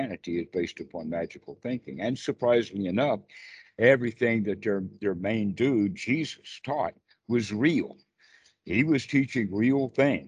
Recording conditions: video call